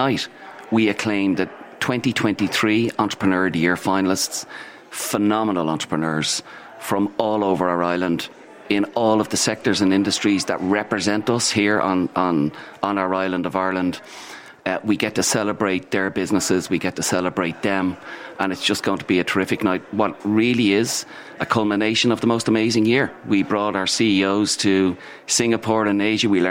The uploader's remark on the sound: The Hard Shoulder was LIVE from the EY Entrepreneur Of The Year Awards in Powerscourt.